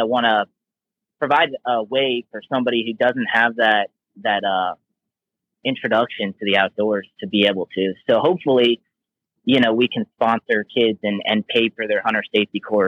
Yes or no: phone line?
yes